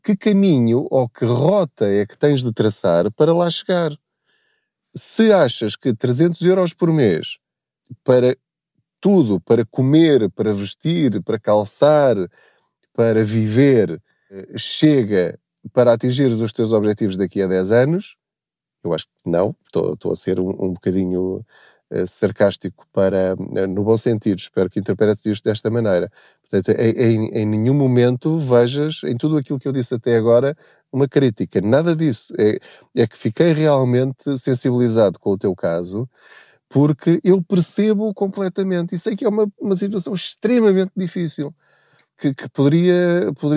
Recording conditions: inside a vehicle